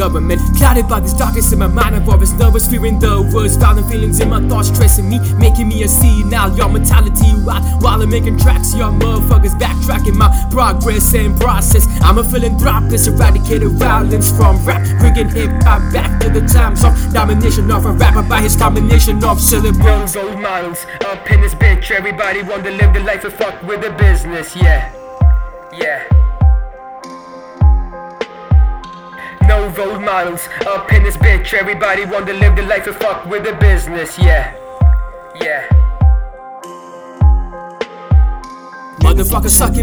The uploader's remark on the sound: Recorded on a laptop microphone.